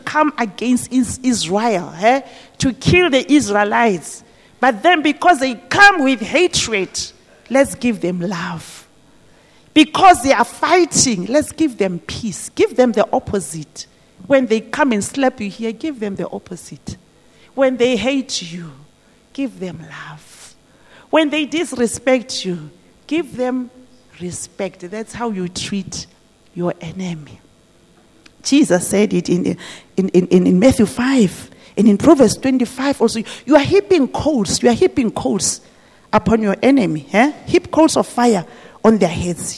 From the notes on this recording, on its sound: This message was preached at GTCFC City Campus.